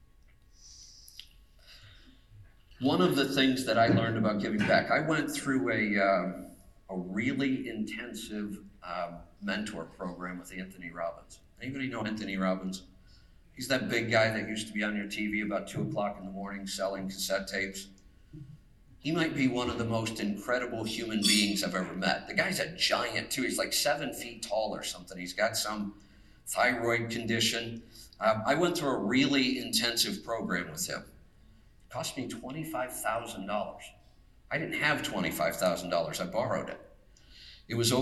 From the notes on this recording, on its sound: told it several weeks back now to attendees of the National Association of Small Trucking Companies’ annual conference here in Nashville